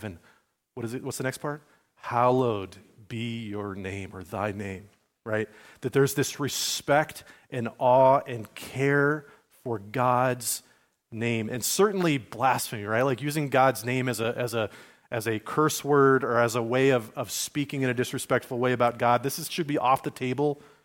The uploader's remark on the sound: sermon given at Liferoads Church in Spokane, Washington, on Sunday, February 4, 2024